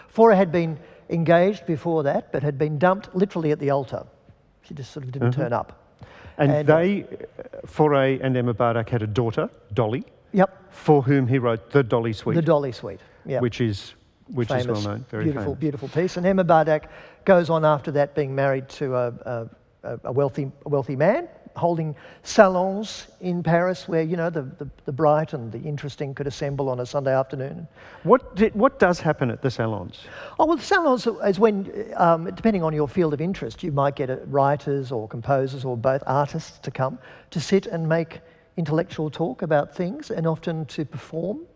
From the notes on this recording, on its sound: This session was recorded at the 2018 Newcastle Writers Festival and supported by the Newcastle Music Festival.